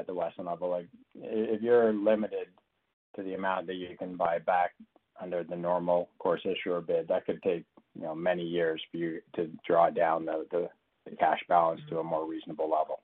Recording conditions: phone line